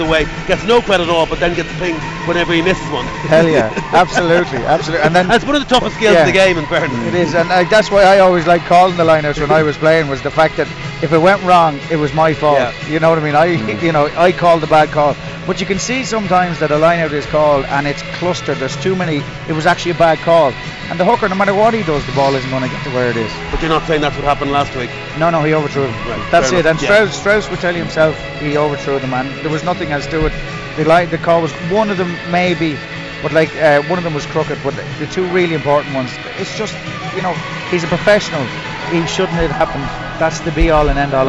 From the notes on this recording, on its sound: Today&#39;s Panel comes to you live from Leinster v Clermont at the Aviva Stadium. Today's Panel comes to you live from Leinster v Clermont at the Aviva Stadium.